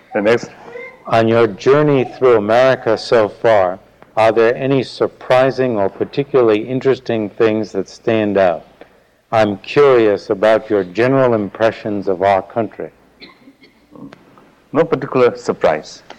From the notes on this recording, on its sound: In this 1979 talk at Insight Meditation Society